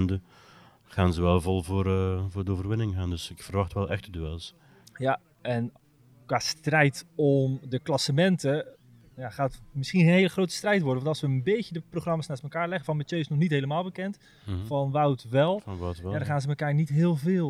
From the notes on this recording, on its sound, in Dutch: opgenomen op de Muur van Geraardsbergen